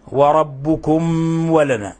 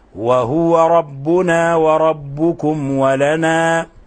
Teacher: لاحظوا إخواني الميم الساكنة جاء بعدها حرف الواو، فهنا الحكم التجويدي إظهار شفوي · Shown in: second take · بل هي من أشد حالات الإظهار.